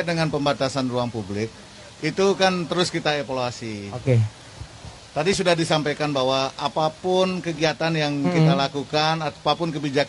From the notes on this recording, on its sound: Perbincangan sore live dar Plaza Balikpapan